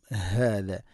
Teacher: ഹാദ തൊണ്ടയുടെ താഴെ ഭാഗമാണ്, ഹാന്റെ മഖ്റജ് ശ്രദ്ധിച്ചുകൊണ്ട് അത് ഉച്ചരിക്കണം